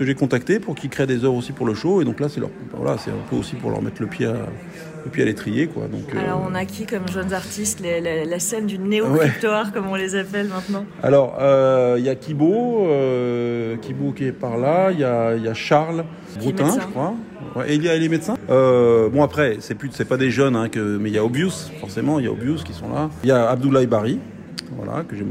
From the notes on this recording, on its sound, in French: Reportage au cœur d'une exposition des plus grand•es artistes du crypto art.